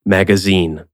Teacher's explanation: the emphasis or stress here falls on the last syllable of the word · Term: Third syllable stress